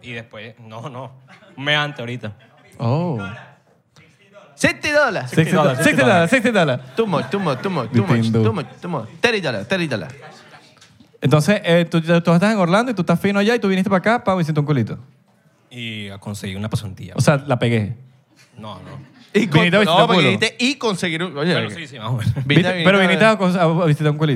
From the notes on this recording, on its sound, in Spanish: En vivo en New York. En vivo desde "Broadway Comedy Club" en la ciudad de Nueva York.